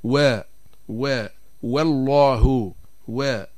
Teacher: نبدأ أولا بحرف الواو، وهي غير المادية، وتخرج بانضمام الشفتين إلى الأمام مع ارتفاع أقصى اللسان، فنقول وا وا. نلاحظ ان تقدم او امتداد الشفتين قليلا الى الامام مع ارتفاع اقصى اللسان من الداخل